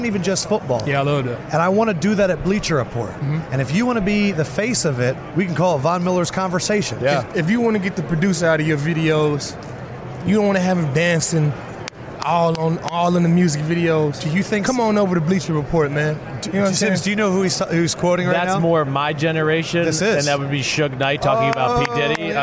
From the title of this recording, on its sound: Radio Row Friday Special